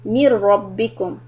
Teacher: So when you connect from the ميم to the raw, that will be soft, but then the raw fatha will be heavy.